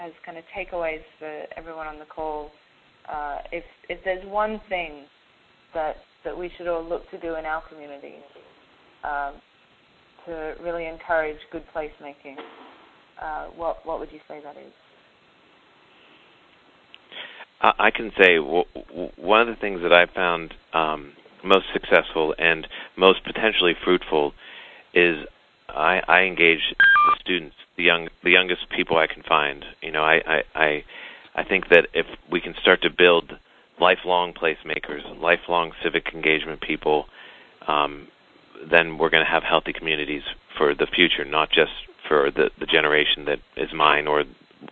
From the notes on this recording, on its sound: Call recorded on February 10, 2011.